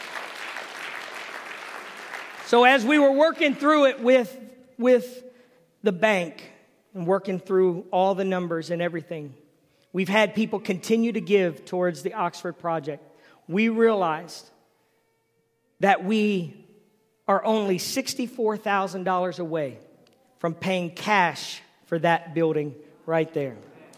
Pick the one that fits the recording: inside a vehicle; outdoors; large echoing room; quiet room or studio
large echoing room